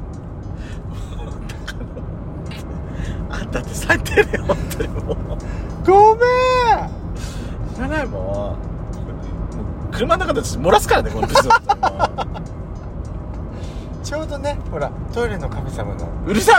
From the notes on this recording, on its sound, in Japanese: ドライブ収録 #ロードノイズごめんね